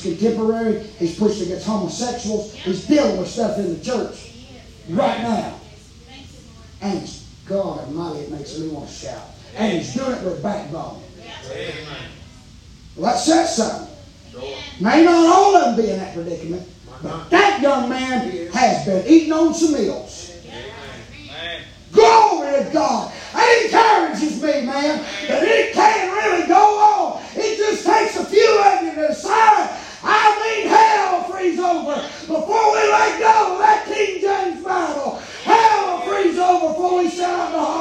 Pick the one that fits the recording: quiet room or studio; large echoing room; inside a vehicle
large echoing room